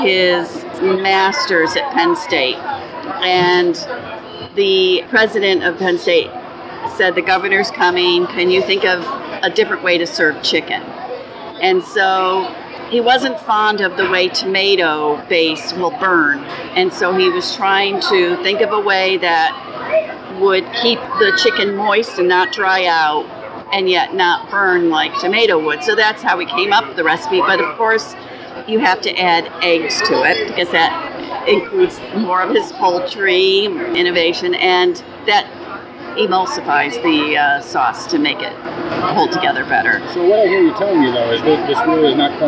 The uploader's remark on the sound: Recorded August 2018 at the New York State Fair.